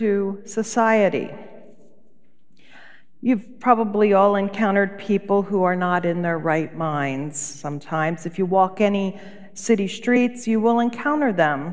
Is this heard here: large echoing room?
yes